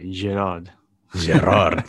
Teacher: You got to roll the R a little bit